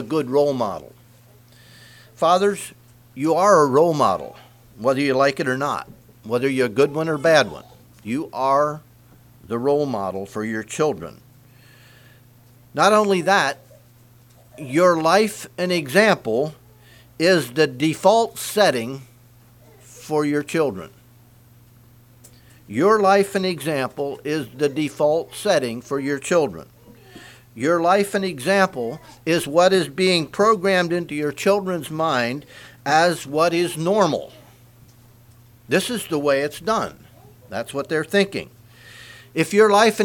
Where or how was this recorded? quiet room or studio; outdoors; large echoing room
large echoing room